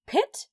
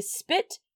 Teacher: When you say pit, you breathe a puff of air into your hand, and when you say spit, you don't, because they are two different P sounds.